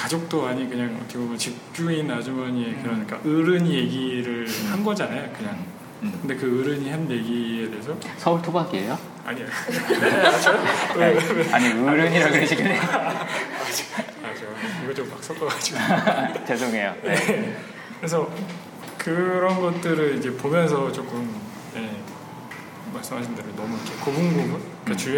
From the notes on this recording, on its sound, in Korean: 7/22 홍대 상영회와 공개녹음에서 일부 참가자분들과의 대화를 라이브로 녹음한 에피소드입니다. 9분 가량 제 마이크가 꺼져서 목소리가 좀 작게 들리는 점 양해 부탁드립니다.